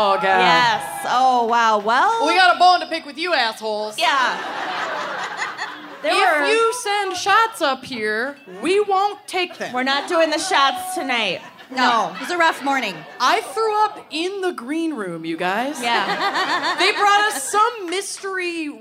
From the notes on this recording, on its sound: (Chicago LIVE!). Live from Chicago.